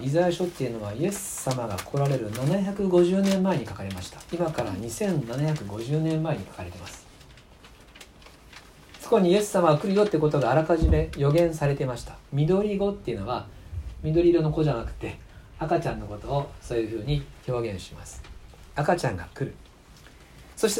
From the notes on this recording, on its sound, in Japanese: 2019年12月24日キャンドルサービス礼拝メッセージ録音です。